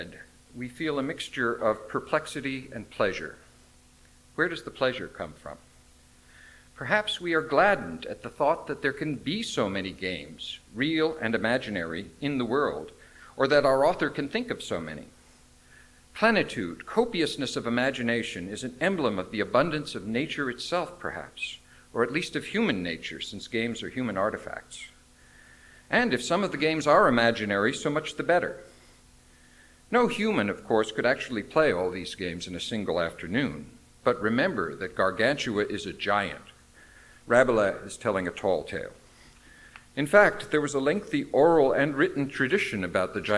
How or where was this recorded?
large echoing room